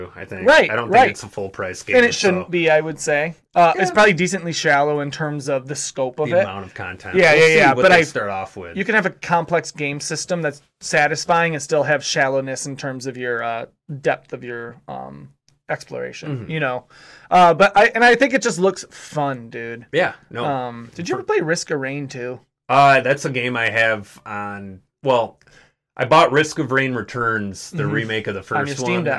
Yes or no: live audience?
no